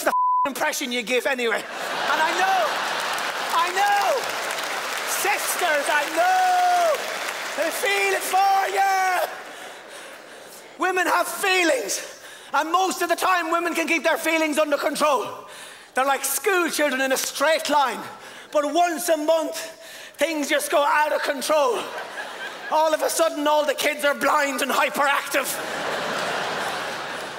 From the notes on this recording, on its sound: Unleashes his high energy brand of comedy at the Montreal Festival.